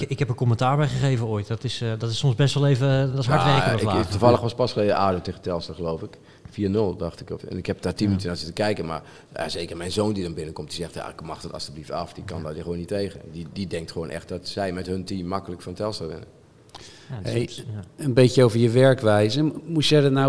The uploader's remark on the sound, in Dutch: Dat alles doen we live vanuit Bibliotheek Neude in hartje Utrecht.